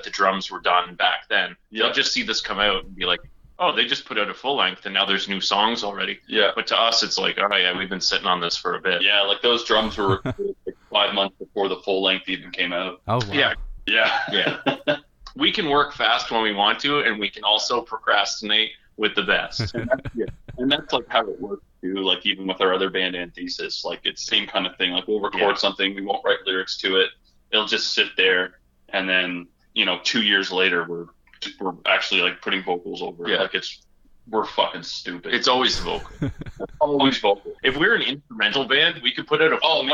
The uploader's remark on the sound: We are joined (Via Phone). All the way from their isolation in Frig Dancer Fortress. Since this was recorded over phone there is the occasional sound glitch.